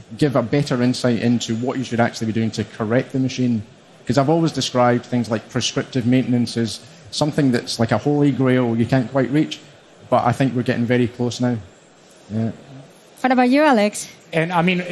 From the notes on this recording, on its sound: live session from SPS 2023